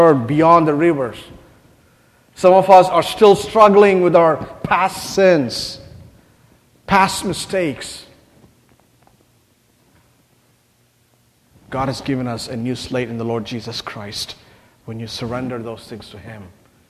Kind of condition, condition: setting, large echoing room